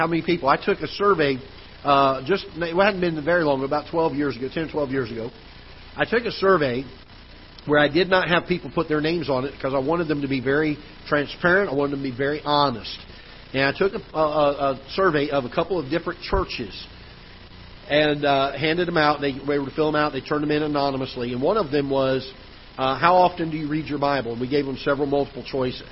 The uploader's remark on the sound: Ketha Heights Baptist Church ~ Live Broadcast